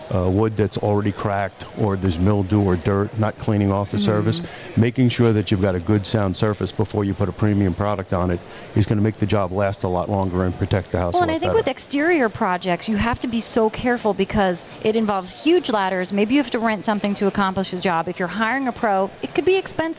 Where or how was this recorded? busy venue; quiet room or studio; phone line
busy venue